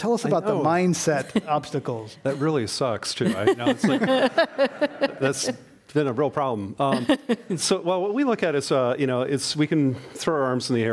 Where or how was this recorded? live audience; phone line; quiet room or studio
live audience